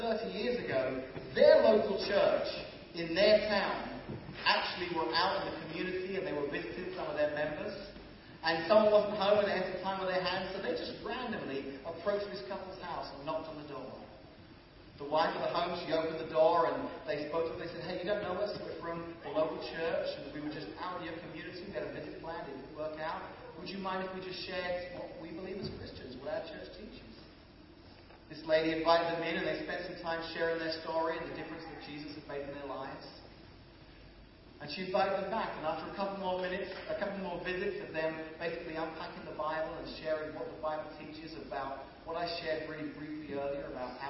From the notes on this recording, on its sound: Apologies for the low quality of sound on this particular podcast.